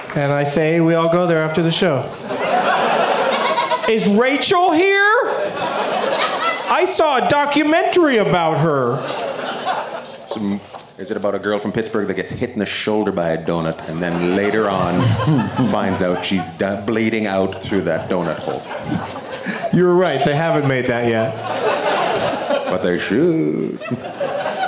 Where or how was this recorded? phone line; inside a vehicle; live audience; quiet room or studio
live audience